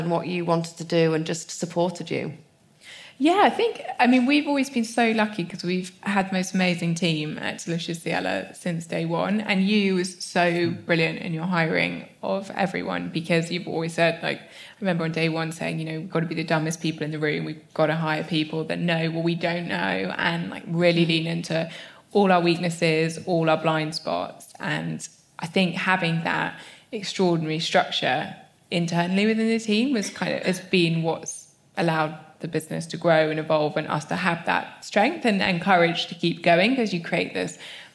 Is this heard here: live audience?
yes